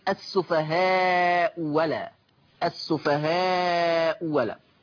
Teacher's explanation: فالهمزة الأولى مضمومة والثانية مفتوحة فتصير السفهاء ولا